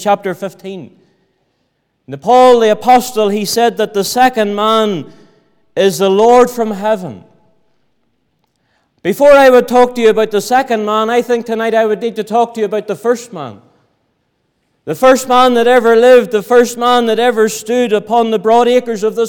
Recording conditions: large echoing room